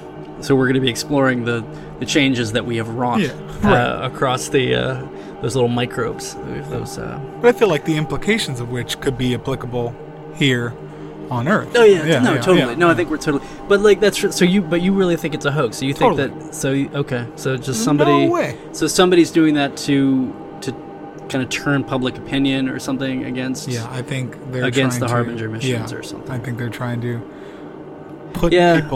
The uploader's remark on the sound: Recorded at the Friese-Greene Club in Bangkok Thailand.